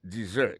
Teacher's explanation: Malgré que gen deux S là-dedans, il y a son Z carrément.